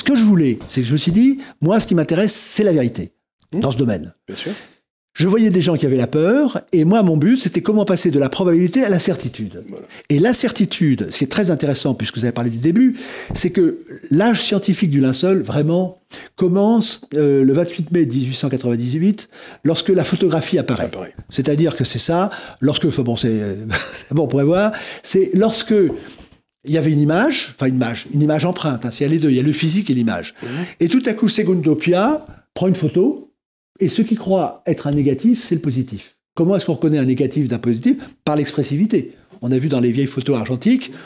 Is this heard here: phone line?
no